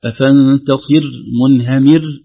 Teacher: والسبب أن الراءات كلها سواكن، والساكنة تأثر ما قبله، فكل ما قبل الراء الساكنة مكسور تكون مرققا، خاصة ما يكون كسر أصل مثل هذه في أصل الكلمة، ولو كان قبلها مفتوحة ومضموم تفخم.